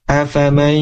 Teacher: Nah, di nun ketemu dengan huruf ya. Ini harus dibaca gunnah atau dibaca ditahan ya, dimasukkan ke hidung · Term: idgham bi gunnah